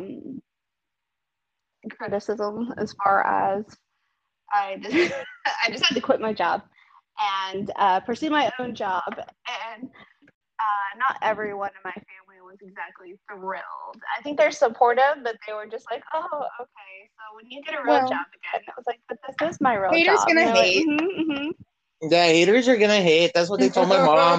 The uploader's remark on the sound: First phone interview